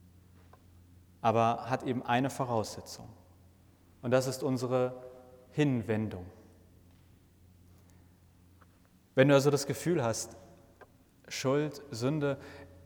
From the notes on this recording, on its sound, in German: Eine Predigt – ausgehend von Psalm 85 – inklusive Rückfragen und Ergänzungen der Gottesdienst-Besucher:innen vor Ort!